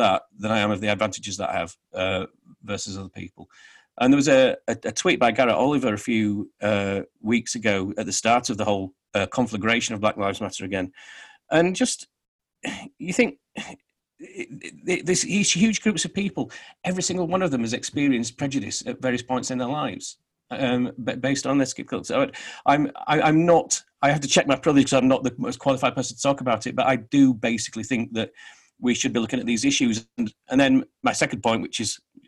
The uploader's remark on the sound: Joined the show via Zoom. From London.